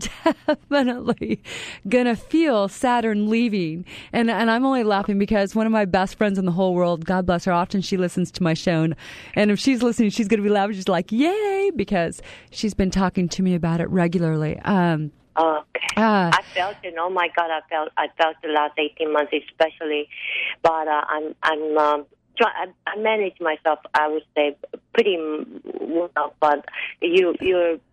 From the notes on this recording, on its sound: Talk Radio to Thrive By! She'll be taking live calls.